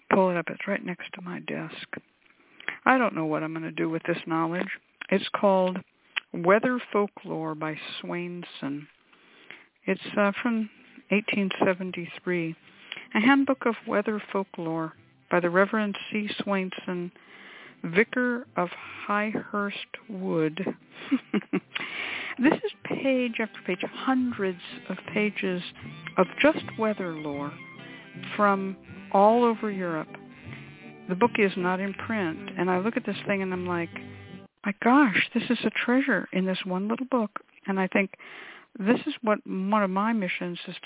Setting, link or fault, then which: link, phone line